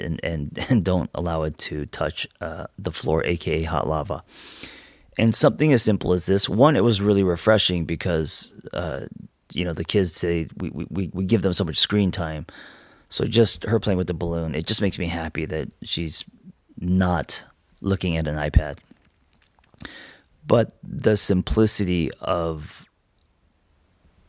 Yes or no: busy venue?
no